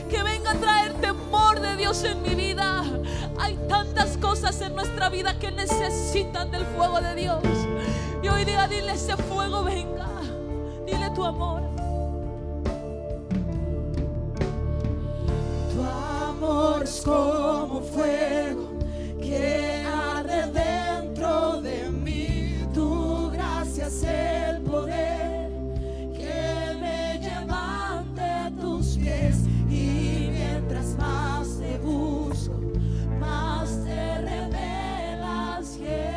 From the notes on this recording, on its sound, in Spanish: Musica Grabada en Vivo de Casa de Alabanza - Reuniones Generales